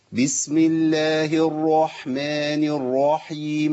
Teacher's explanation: المبالغة في تفخيم الراء بتاعة الرحمن